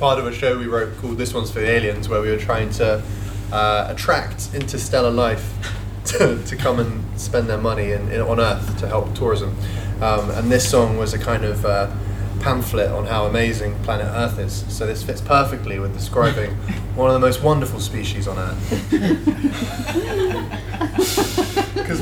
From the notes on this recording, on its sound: This weeks jam-packed episode was recorded from Northumbria Water’s Innovation Festival.